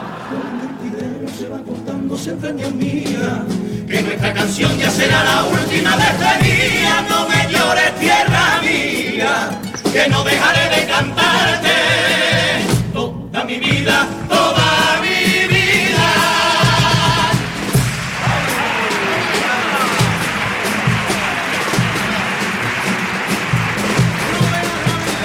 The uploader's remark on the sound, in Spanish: En directo desde el Gran Teatro Falla de Cádiz